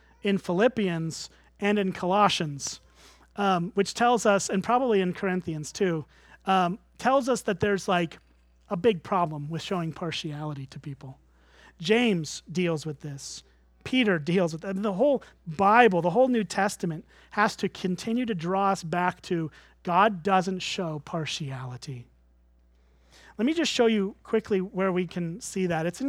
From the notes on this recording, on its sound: at Springbrook Church in Antigo, WI